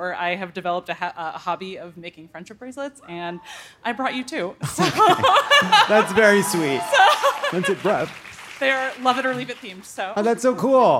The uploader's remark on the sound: Live from Philadelphia!